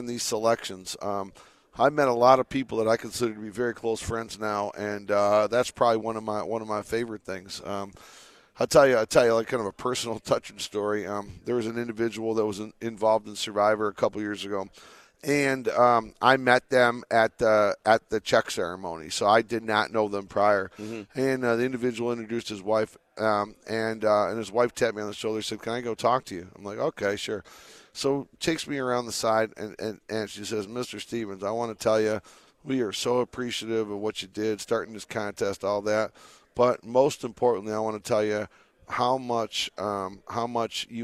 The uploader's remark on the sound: LIVE AT CIRCA SPORTS.